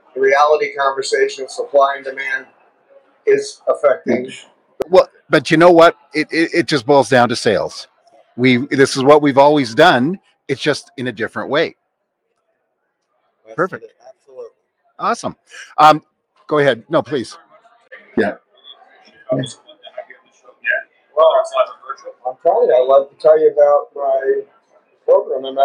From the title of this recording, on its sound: Ambush Interview Driving Sales 2022